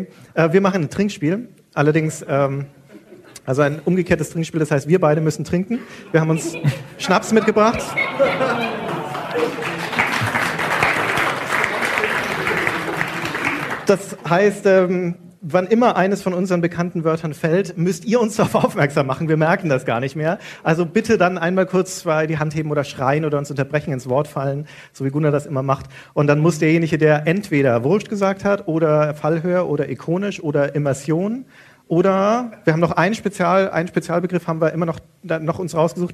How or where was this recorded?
live audience